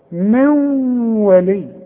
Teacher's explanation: نون وبعدها واو، والواو من حروف الادغام، يبقى هنا هغن وادغم